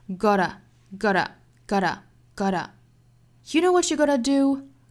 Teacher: 后面的这个 t 的发音其实更倾向于发成一个 flat t 啊，就是弹舌的音 gotta You know what you gotta do?那 gotta 它其实就是 have got to 的一个缩写，在口语里面比较多见的。那恰好它又是虚词，所以读的时候语速更快，用的力气更小更弱。What